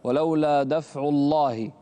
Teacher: فخم اللام في لفظ الجلالة